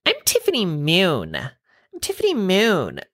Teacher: she talks in this Valley Girl vocal fry voice